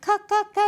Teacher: カっていうのは舌の奥が上あごにきちんとつく